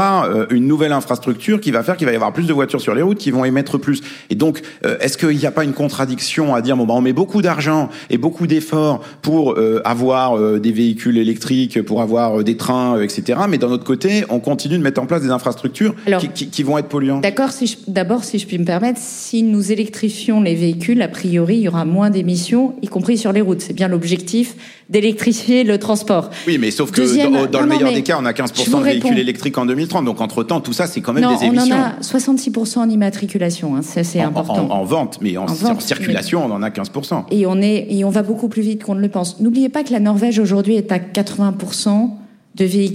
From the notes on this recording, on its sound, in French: Lors d'un enregistrement en public de Chaleur humaine, le 21 novembre 2023 à Paris, à la Bibliothèque nationale de France.